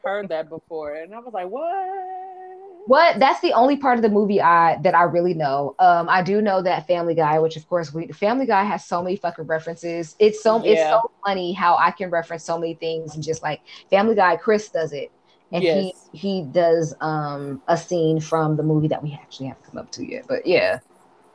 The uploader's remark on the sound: Glitchy AF, apologies